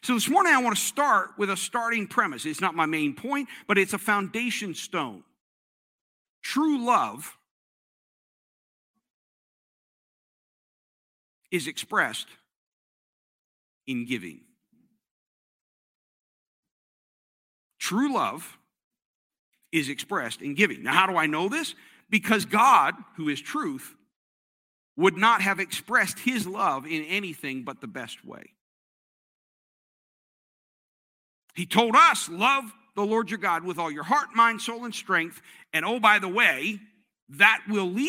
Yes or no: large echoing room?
yes